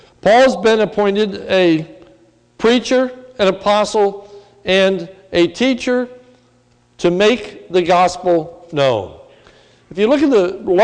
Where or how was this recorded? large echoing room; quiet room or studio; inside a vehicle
large echoing room